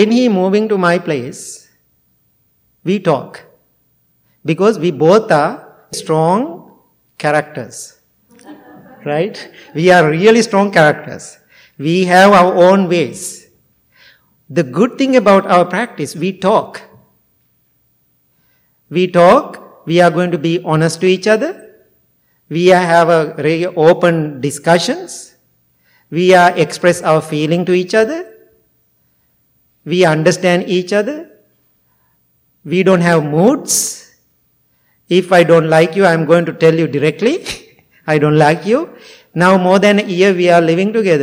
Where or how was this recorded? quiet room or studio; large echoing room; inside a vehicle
large echoing room